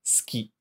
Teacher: a gente vai escrever com S-U, mas não pronuncia o U. Só pronuncia o S.